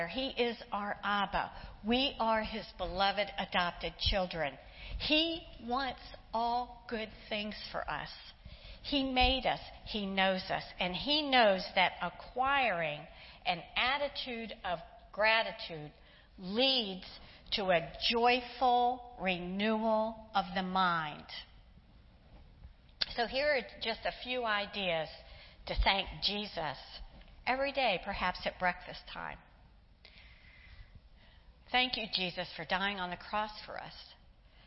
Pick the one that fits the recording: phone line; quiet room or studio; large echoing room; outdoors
large echoing room